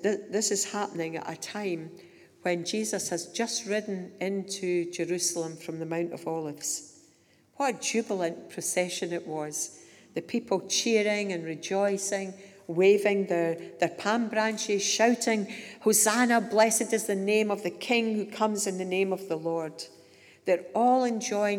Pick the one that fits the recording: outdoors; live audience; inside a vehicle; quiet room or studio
live audience